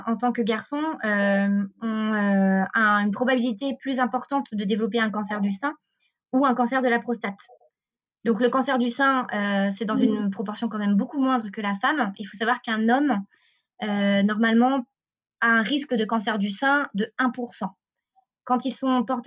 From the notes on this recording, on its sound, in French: Nous avons l’immense plaisir de vous retrouver pour un nouvel épisode enregistré à distance. On s’excuse par avance du son qui n’est pas optimal, enregistrement à distance oblige.